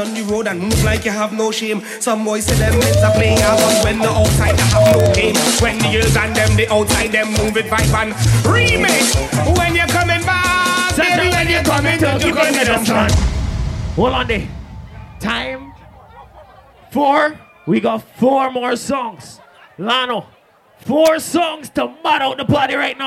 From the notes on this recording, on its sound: LIVE AUDIO. Caymanislands.